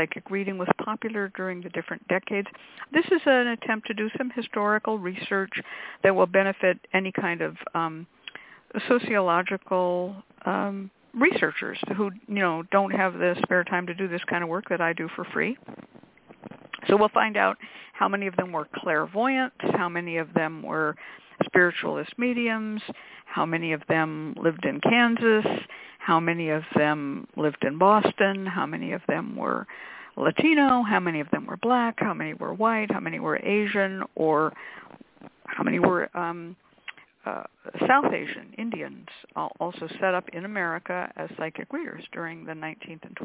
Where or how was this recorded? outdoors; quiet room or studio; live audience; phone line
phone line